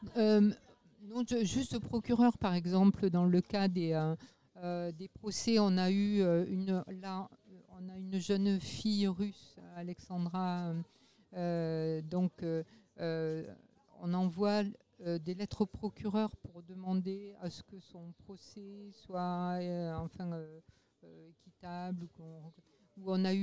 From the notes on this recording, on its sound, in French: On se retrouve pour un nouvel enregistrement au Festival International de Journalisme !